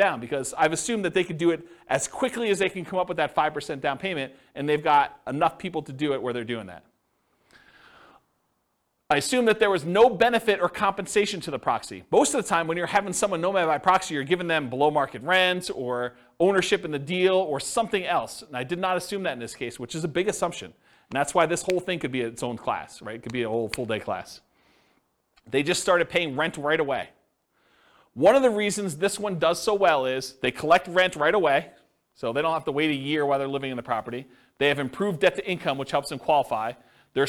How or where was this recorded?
live audience